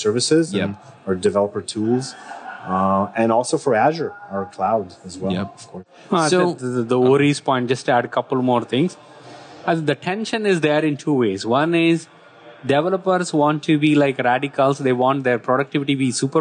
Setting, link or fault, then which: setting, busy venue